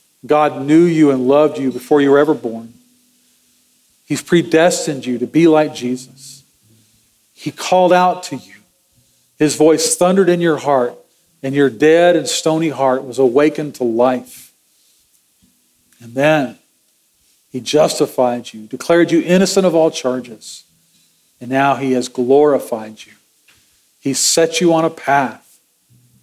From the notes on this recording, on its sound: Sermon audio from Sunday, November 12, 2023.